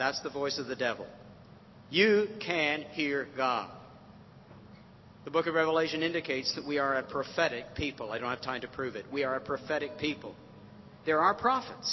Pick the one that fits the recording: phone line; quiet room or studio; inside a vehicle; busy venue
busy venue